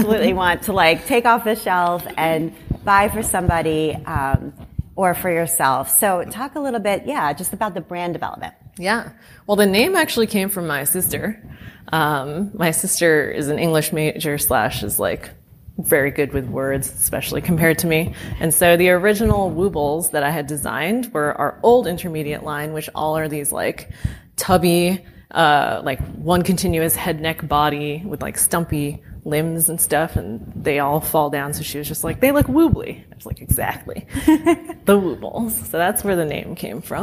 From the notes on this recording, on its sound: Live at h+h americas. A recording of our Day 3 keynote at h+h americas 2023, a fireside chat.